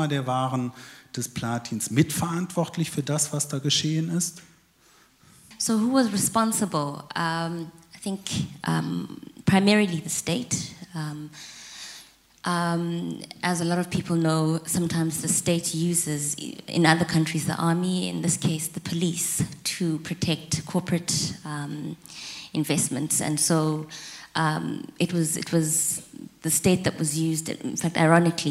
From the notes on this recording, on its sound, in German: Podiumsdiskussion zum «UN Treaty on business and human rights»-Prozess in Berlin.